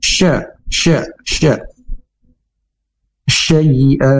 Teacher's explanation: huruf shin sendiri makhrajnya yaitu di tengah lidah dengan mempunyai sifat hames atau angin menyebar di mulut